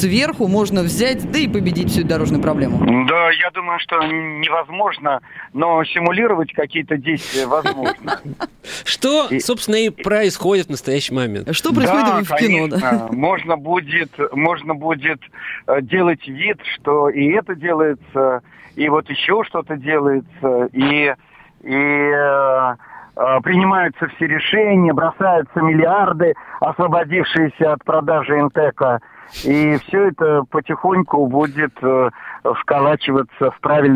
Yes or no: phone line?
yes